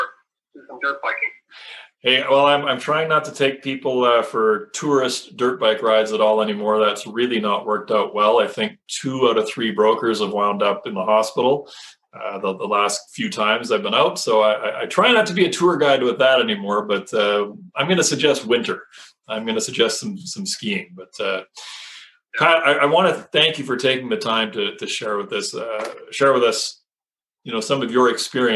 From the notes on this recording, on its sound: Apologies re audio quality. Tech issues all the way around on this one.